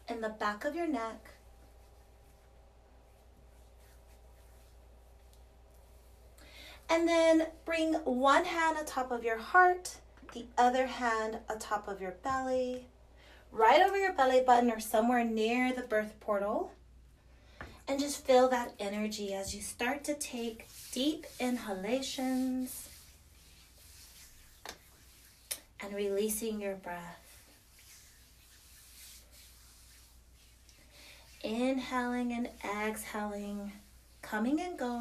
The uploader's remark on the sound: This guides meditation was recorded during a LIVE session. The sound is a bit inconsistent.